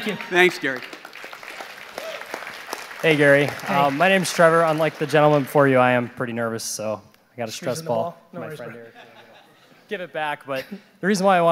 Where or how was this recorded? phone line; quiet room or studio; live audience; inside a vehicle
live audience